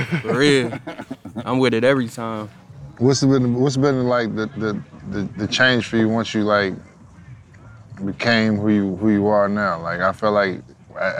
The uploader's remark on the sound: LIVE FROM MALBON MUTINY at MIAMI SHORES CC. We are at Miami Shores at Malbon Mutiny!